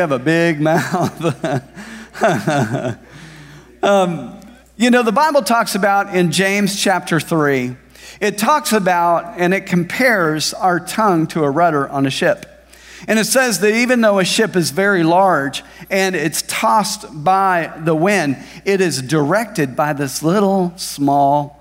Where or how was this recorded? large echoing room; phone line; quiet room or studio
large echoing room